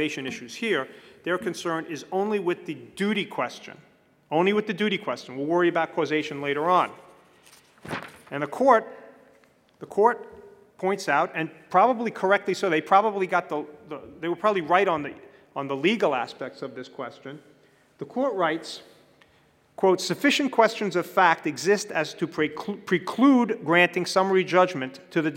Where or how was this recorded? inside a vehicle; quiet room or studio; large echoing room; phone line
large echoing room